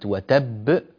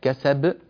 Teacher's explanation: فالذي يقرأ وتب هذه الباء مشددة، فلا بد من قفل على المخرج ثم فتح، أما كسب فلمس فقط للمخرج · Term: قلقلة كبرى